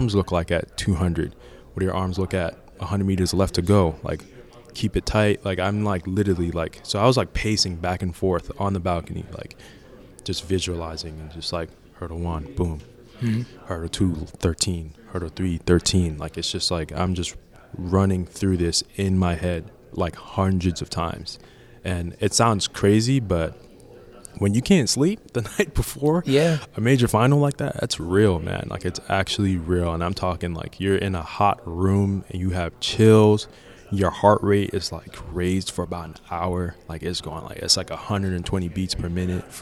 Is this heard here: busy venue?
yes